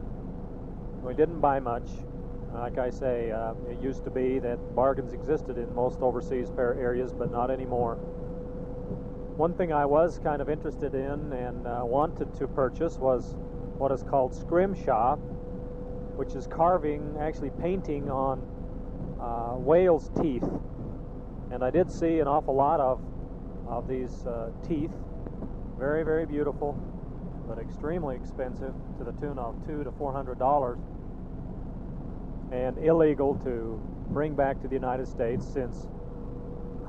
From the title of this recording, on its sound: Driving Home from work